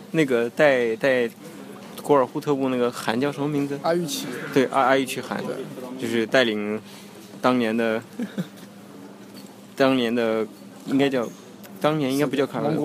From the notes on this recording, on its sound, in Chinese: 这期节目时灰摩卡到现在为止，唯一一期在莫斯科以外录制的节目哦！当时我们一起在摩尔曼斯克旅行，在等待回莫斯科的飞机时。本期节目背影音乐，很有民族风。